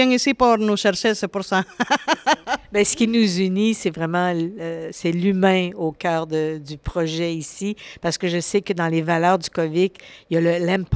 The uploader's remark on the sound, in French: Dans le quartier Duff-Court de Lachine. L’enregistrement de cet épisode s’est déroulé durant l’activité du dépannage alimentaire, le 8 mars 2023, dans le cadre de la Journée Internationale des femmes.